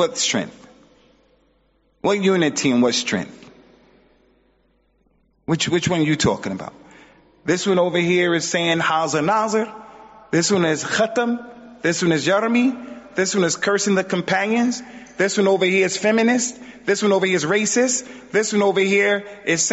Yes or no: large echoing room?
yes